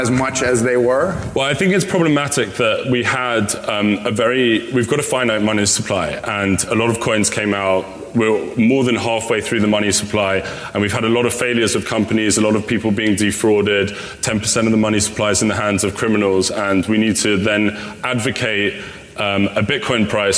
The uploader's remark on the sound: for the rest of todays episode we’re pleased to feature one of my favorite panels from the event